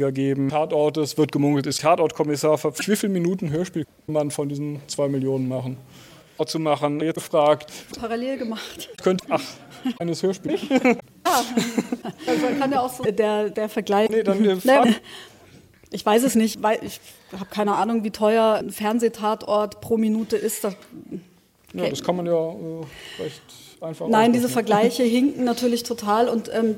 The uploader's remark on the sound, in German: Mitschnitt der Diskussionsrunde bei den ARD Hörspieltagen 2012